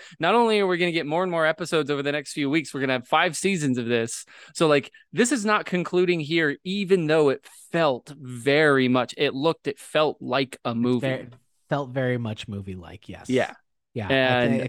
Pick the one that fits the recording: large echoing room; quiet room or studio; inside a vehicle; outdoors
quiet room or studio